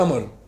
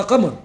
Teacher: الهمزة ده ايه؟ صورة صوتية للقاف في لهجتي · Shown in: first take